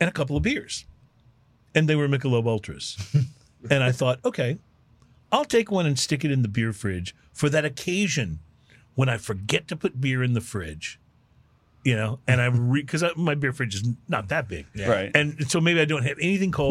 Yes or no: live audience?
no